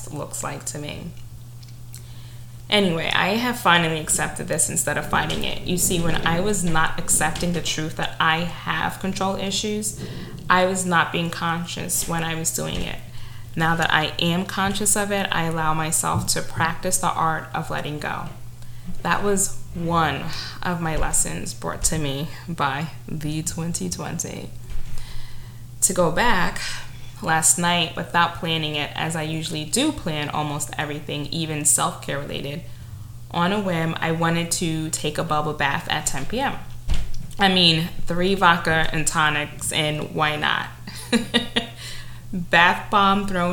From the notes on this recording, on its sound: Yet another imperfect recording is that my upstairs neighbor was involved the entire time! The bricks on his feet and major movement.